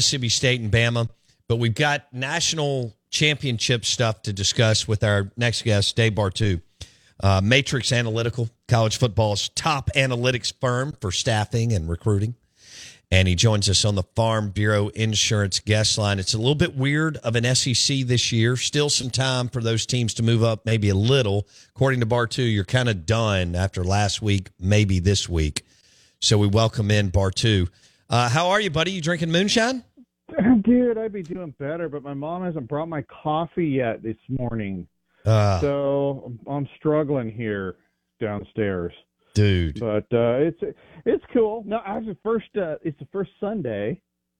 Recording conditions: phone line